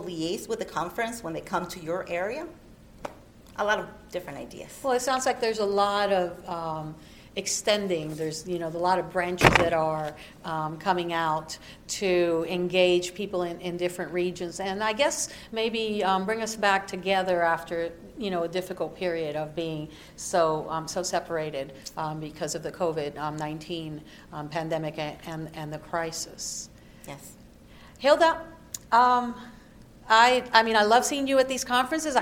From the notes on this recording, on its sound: recorded at NAJIT's 43rd Annual Conference